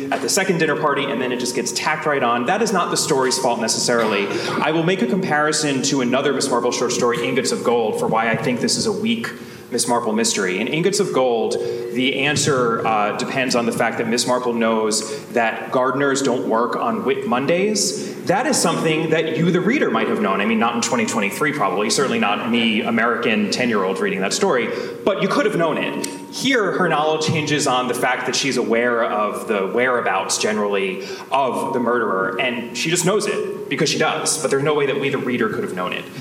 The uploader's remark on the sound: Recorded at the 2023 Agatha Christie Festival. Get ready for some hot mics: it's time for a live episode.